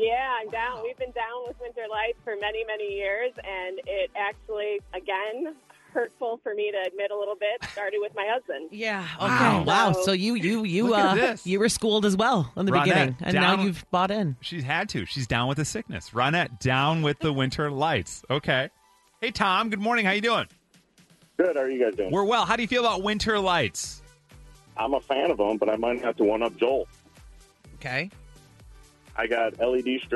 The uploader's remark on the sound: Teachers called